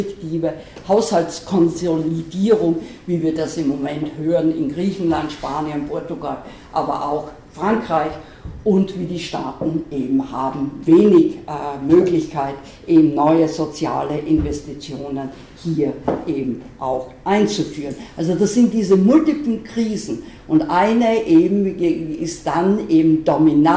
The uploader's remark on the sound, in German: LIVE-Mitschnitt des Vortrags. Universität Innsbruck.